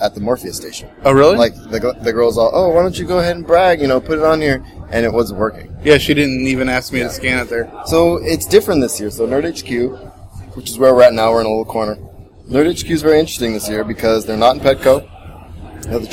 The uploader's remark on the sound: The audio quality isn't the best, as we were in busy areas. San Diego Comic-Con 2015. The audio quality isn't the best, as we were in busy areas.